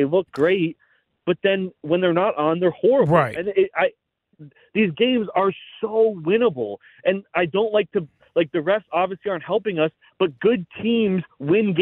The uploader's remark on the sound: Back to the phone lines